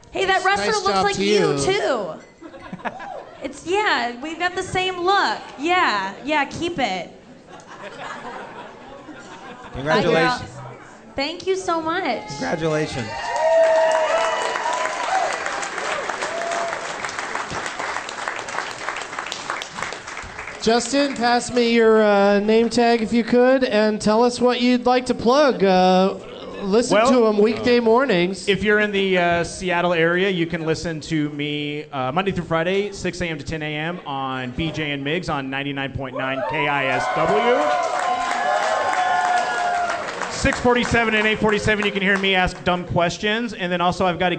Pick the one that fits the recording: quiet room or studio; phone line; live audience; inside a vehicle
live audience